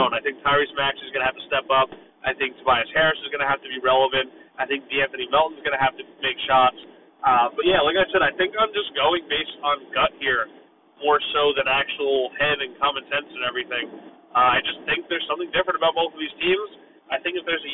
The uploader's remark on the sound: Sorry for poor audio, but better than no audio!